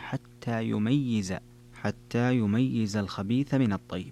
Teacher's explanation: قرأ حمزة والكسائي ويعقوب وخلف بتشديد الياء مع كسرها